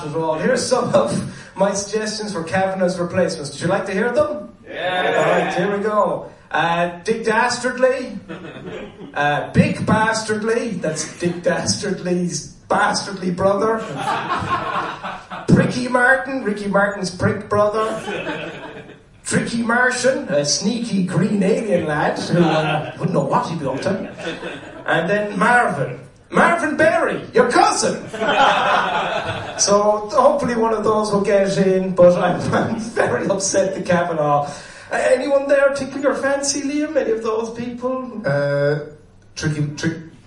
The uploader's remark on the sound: LIVE AT DUBLIN POD FEST 2018